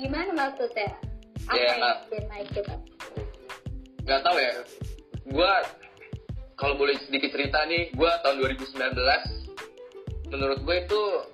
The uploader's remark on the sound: Disclaimer: Episode ini direkam saat pandemic COVID-19 sedang menyebar dimana-mana sehingga rekaman ini direkam dengan cara Record from Home. We are so sorry for the sound & voice quality which is not our best at the moment.